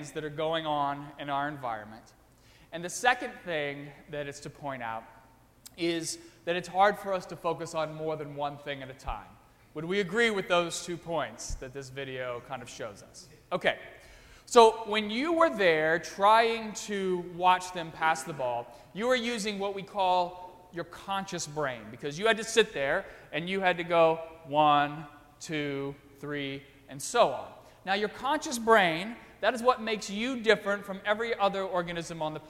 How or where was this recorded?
large echoing room